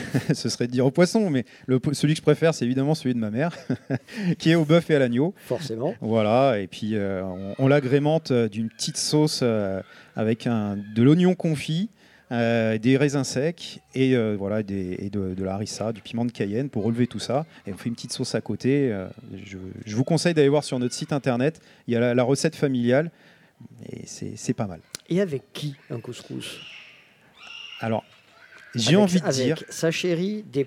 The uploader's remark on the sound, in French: Radio Grenouille au Festival Kouss Kouss 2023 - Le Monticole Culinaire. Le Grand Pastis délocalise son plateau et s'invite au Monticole Culinaire au Plan D'Aou.